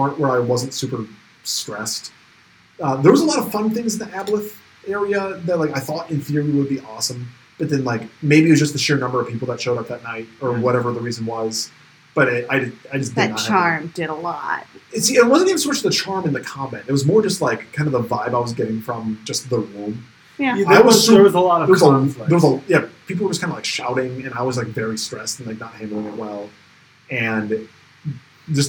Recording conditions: poor sound quality